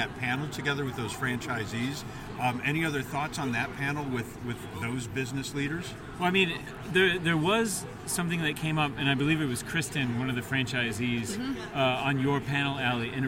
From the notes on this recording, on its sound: We’re Live at IFA 2024! Thanks to the crew of BizCom Associates for letting us record their booth in the heart of “Franchise City”.